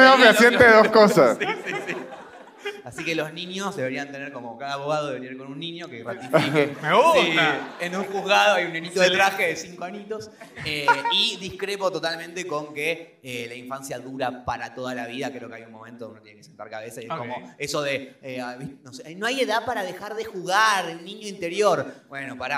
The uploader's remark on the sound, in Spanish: Un episodio grabado en vivo en el teatro picadero.